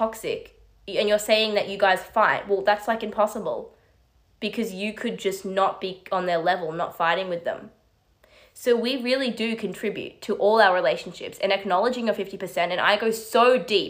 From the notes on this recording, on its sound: This audio is from my live on Instagram